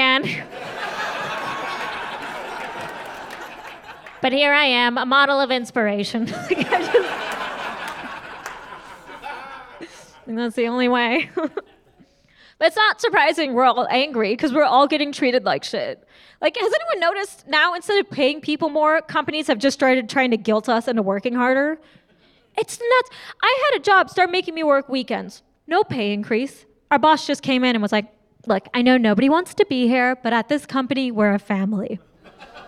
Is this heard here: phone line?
no